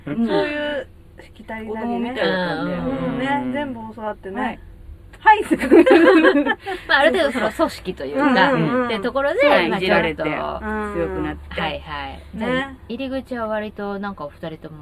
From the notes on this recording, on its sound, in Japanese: 祐天寺の古着屋 gargen730さんで特別収録！目黒区祐天寺1-15-4第二山本ビル101。